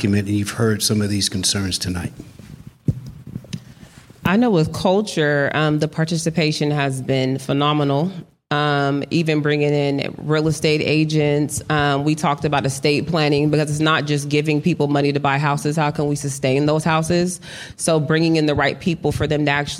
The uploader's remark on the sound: Live from the Brickhouse Gallery. Solving Sacramento hosted a live event.